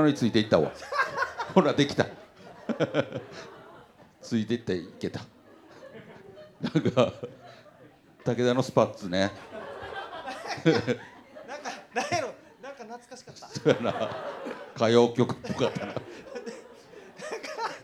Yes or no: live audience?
yes